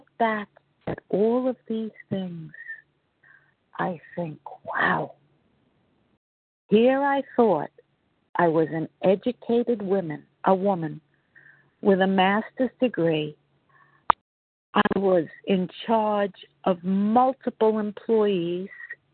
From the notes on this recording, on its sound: 100 Pounders Phone Meeting, 2/15/24.